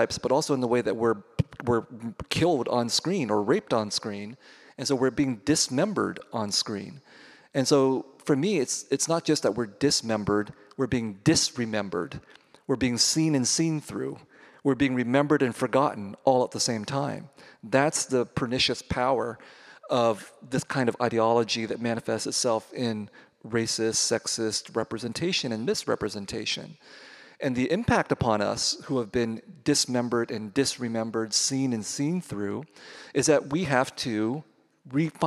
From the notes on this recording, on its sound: from the 2023 Portland Book Festival